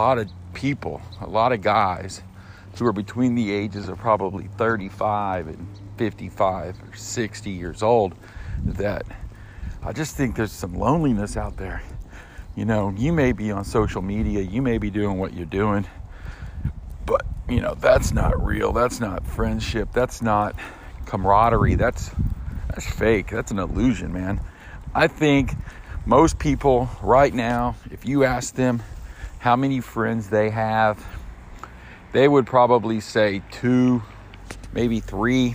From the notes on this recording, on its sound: Quick hitters recorded while I walk my dog (Brooklyn) in the morning.